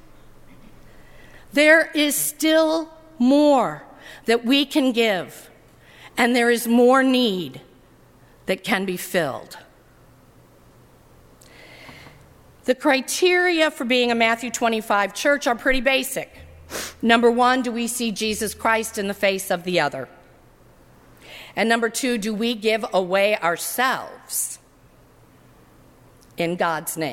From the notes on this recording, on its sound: during the 11:00 AM service on Sunday November 26, 2017, at First Presbyterian Church of Arlington Heights, Illinois.